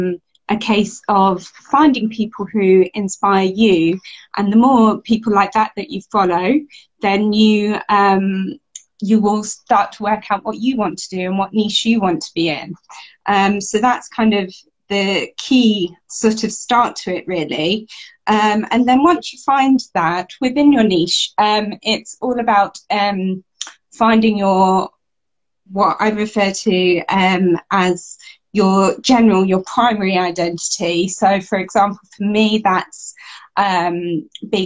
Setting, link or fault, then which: link, video call